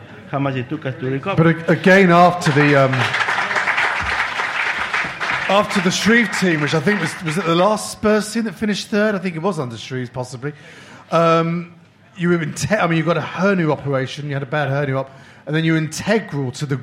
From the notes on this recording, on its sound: the live show with just 300 very close friends